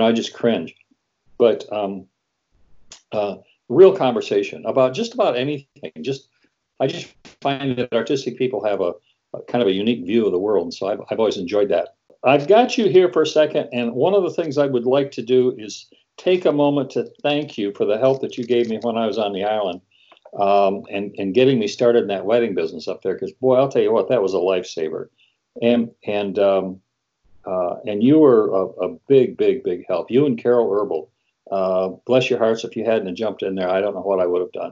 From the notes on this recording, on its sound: In this episode I Skype with singer/songwriter.